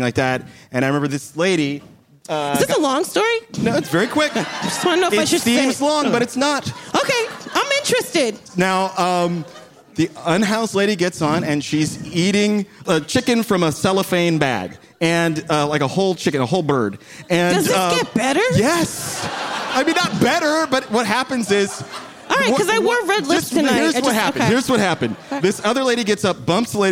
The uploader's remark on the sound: Live at the Bell House